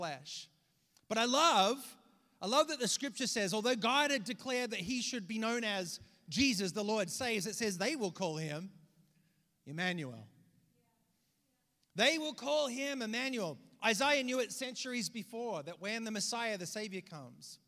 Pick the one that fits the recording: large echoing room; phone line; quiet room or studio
large echoing room